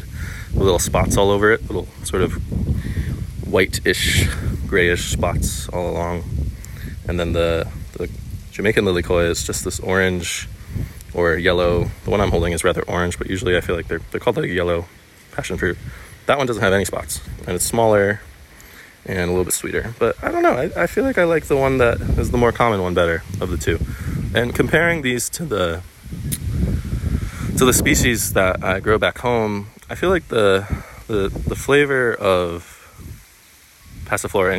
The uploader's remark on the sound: Coming to you live from the back of Palolo valley on the Island of O'ahu